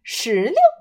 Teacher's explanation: 最后那个字儿是轻声